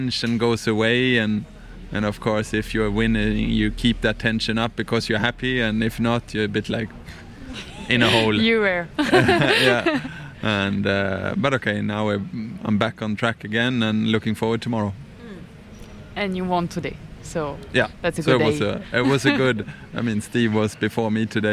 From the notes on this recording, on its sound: We're live from the CHI de Geneva, where we're a media partner for the second year! Here is a special one recorded in English.